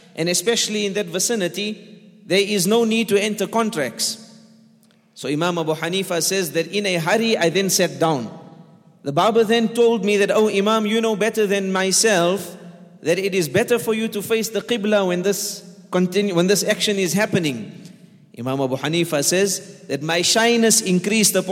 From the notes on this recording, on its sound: at The Houghton Masjid (West Street)